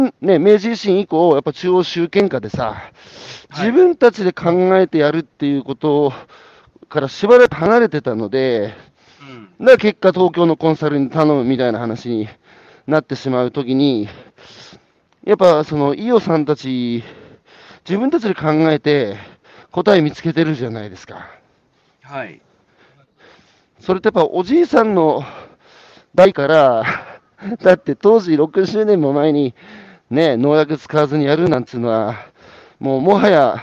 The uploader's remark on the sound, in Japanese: 歩きながら1時間、対談する